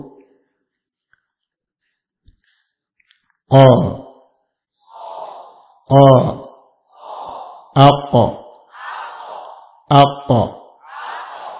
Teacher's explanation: Makhraj qaf adalah aqsal lisan, pangkal lidah dengan langit-langit. Di antara sifatnya adalah jahar, syiddah, qalqalah. · Term: huruf qaf